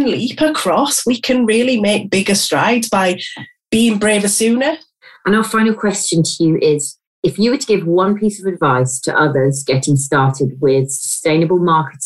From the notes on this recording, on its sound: Our podcasts are currently being recorded purely via online conferencing platforms, we apologise for any minor sound quality issues.